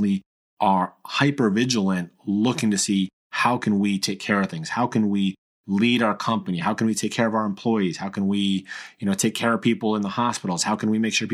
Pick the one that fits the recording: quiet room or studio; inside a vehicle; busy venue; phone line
quiet room or studio